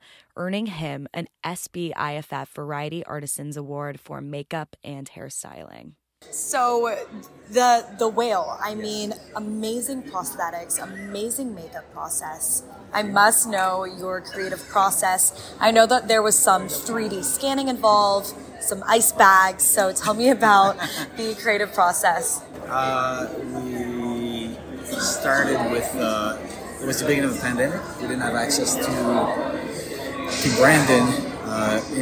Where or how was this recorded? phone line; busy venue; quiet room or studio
busy venue